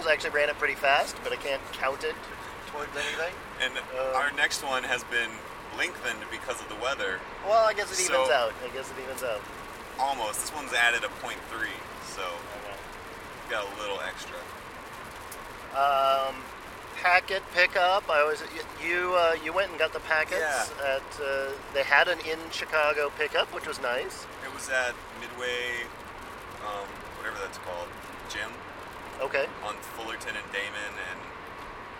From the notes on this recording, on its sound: Sorry about the sound quality: we recorded this in a car racing down the highway while sleet poured down. Recorded just after we finished the first race: the Cupid's Love Dash 5K, held in Highland Park, Illinois.